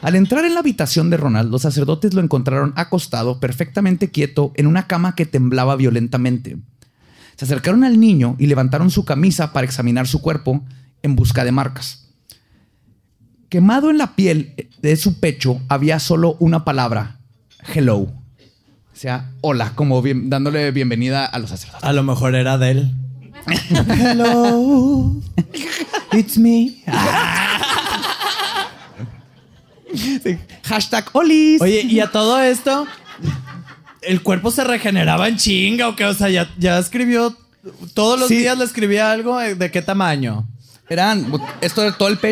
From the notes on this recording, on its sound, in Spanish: En vivo.